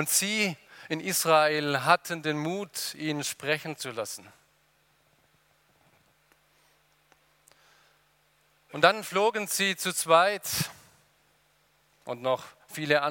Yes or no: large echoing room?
yes